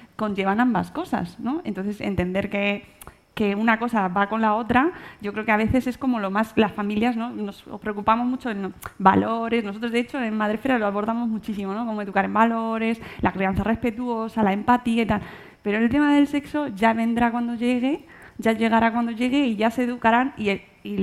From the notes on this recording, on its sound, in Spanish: Un nuevo podcast en directo en Espacio Fundación Telefónica